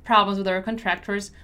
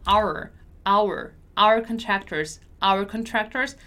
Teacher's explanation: when I pronounce the word our in the middle of the sentence and it's not an important part of the sentence, it's not a stressed word, it's gonna become just R · Shown in: first take